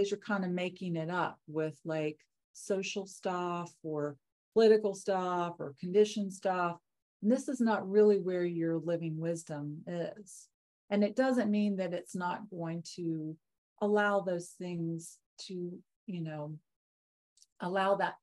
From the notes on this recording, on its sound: Live! The shows are now all hosted on Zoom.